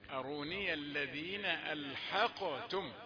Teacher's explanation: الحق قلقلة القاف الساكنة